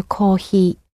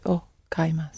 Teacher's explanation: the h sound in kohi is somewhere between an H and an F, but it doesn't have any strong sound to it